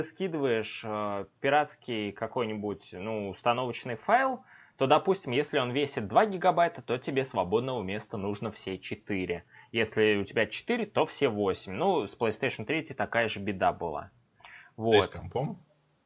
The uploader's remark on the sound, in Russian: урезанный в качестве звука выпуск